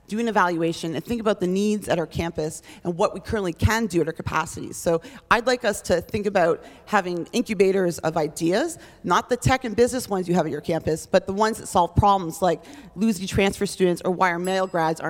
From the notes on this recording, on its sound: feedback from the live audience